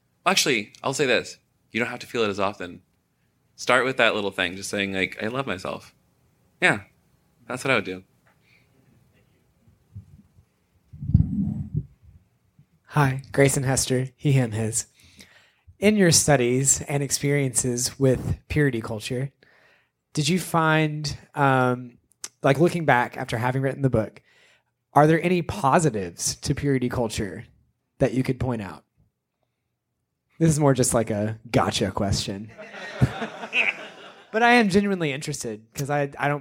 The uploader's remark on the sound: Live from QCF! Recorded live from QCF Conference in Ft. Lauderdale, Florida!